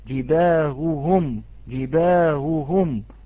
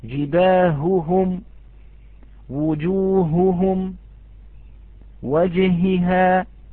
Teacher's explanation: فلا يصفي هذه الهاء ولا يخرج هواؤها، وإنما يعطيها كالهمزة المسهلة · Shown in: first take